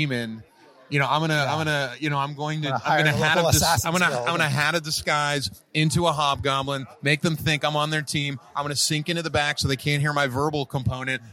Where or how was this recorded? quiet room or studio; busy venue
busy venue